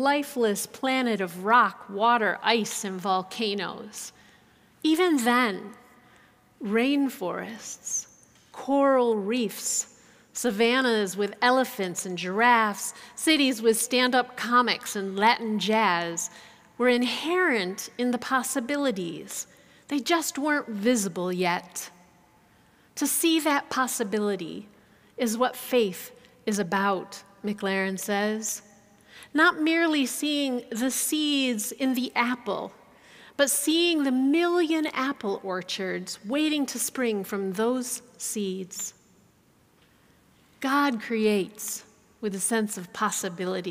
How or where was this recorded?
large echoing room